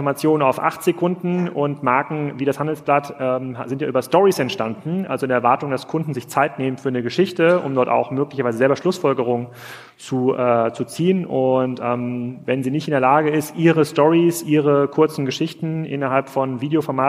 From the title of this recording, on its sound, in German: live vom POL